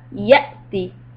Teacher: The ya is followed by hamza, so you have to give a hiccup. Ya'ti. And keep the ta short.